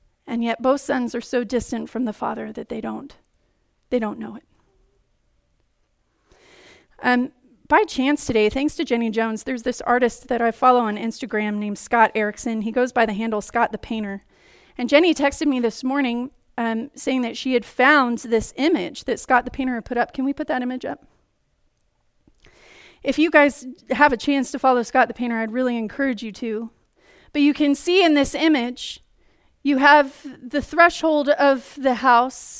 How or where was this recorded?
large echoing room